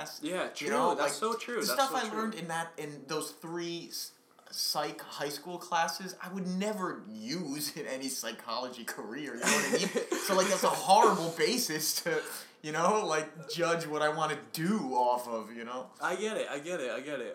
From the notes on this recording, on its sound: Please bare with us until we get more funding to afford more mic's and have an actual studio to record in.